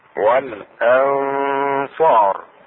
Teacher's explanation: الشاهد هنا والأنصار، وهذه في كلمة واحدة، النون الساكنة إخفاؤها في كلمة واحدة مع الغنة · Term: إخفاء